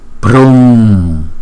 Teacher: Chữ u có dấu gạch ngang chúng ta đọc hai nhịp